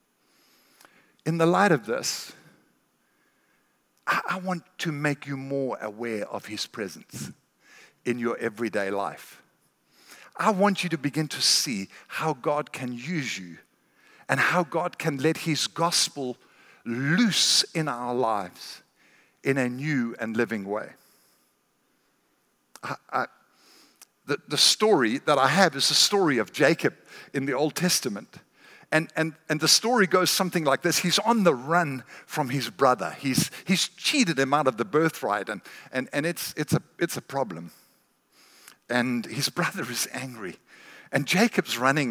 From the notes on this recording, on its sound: recorded at Northlands Church on March 15, 2020